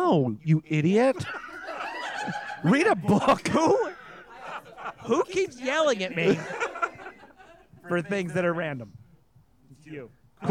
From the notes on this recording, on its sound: Recorded live at Comedy Arts Theater of Charlotte.